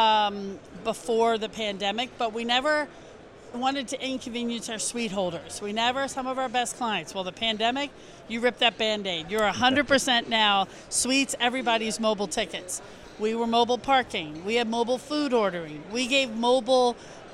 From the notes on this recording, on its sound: Stopped by the ISBI 360 booth at the ALSD Conference to share a few moments of insight.